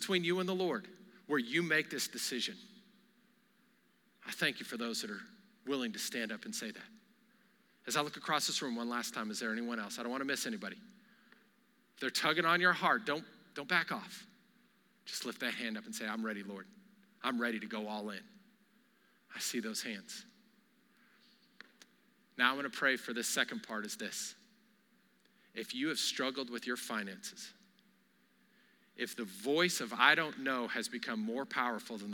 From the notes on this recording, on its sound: Recorded live during our Wednesday night service